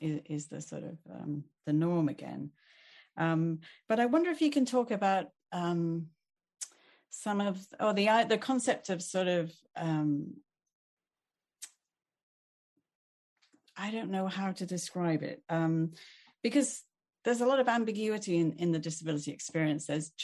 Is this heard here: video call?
yes